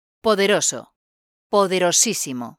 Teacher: Quand tu ajoutes le suffixe -issimo à un adjectif, celui-ci change d'accentuation. N'hésite pas à bien insister sur le i de -issimo.